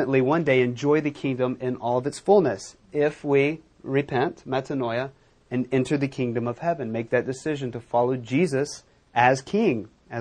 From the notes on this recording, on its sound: Recorded at Metanoia Church.